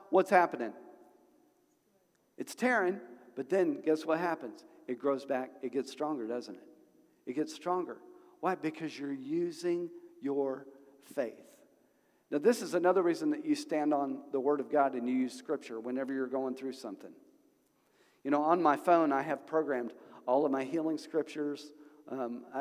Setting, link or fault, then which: setting, large echoing room